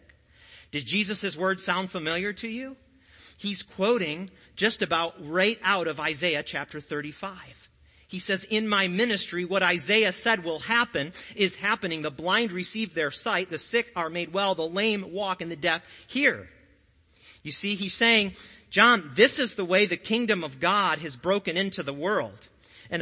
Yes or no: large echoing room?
yes